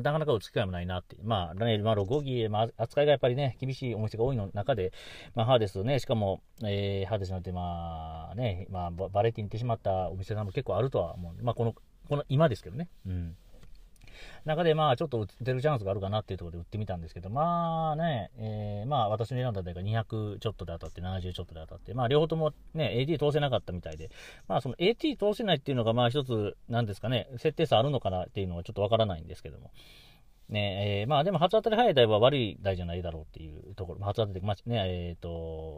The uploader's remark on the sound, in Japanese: とあるお店の駐車場から、、1回録り！